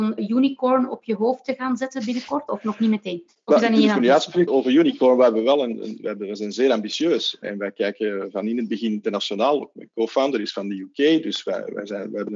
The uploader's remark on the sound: This episode of HR Talks is a recording of a panel discussion that took place during the recent Virtual HR innov & tech Day (powered by HRMinfo).